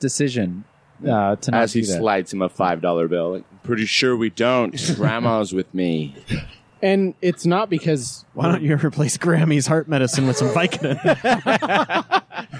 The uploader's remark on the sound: We take a break from the studio and record outside on the noisy patio.